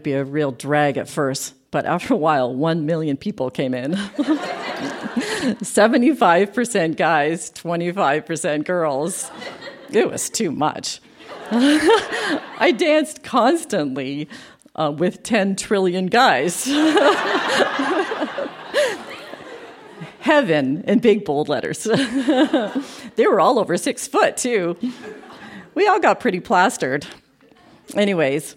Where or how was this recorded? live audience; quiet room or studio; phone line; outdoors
live audience